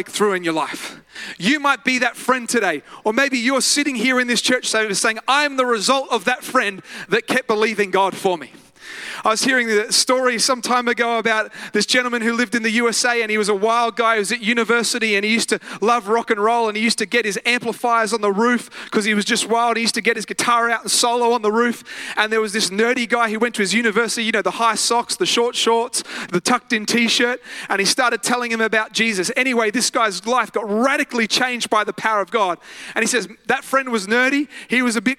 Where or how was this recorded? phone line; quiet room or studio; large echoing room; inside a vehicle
large echoing room